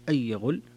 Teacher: هنا ترك الغنة لخلف عن حمزة